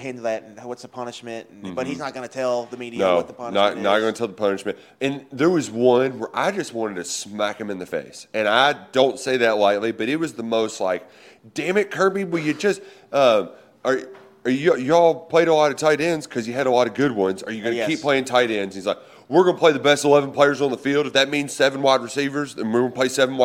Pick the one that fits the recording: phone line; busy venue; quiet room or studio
busy venue